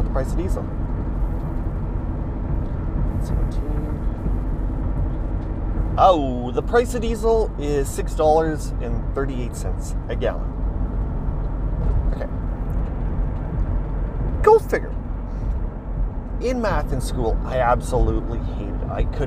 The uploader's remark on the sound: The audio sucks